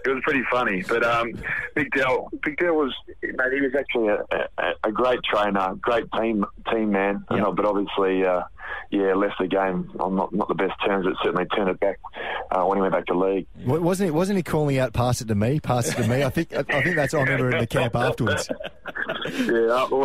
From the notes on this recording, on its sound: Is on the phone.